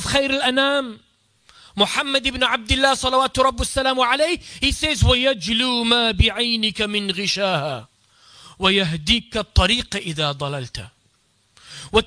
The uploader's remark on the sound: delivered this beautiful talk at Yusuffeyah masjid's annual khatam al Quran program